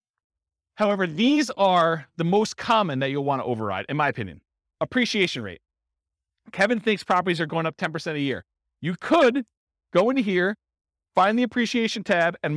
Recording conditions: live audience